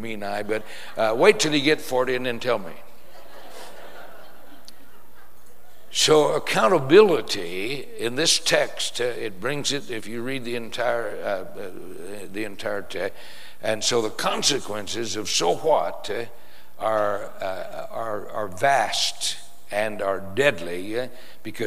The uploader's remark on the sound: Preached in San Antonio TX Church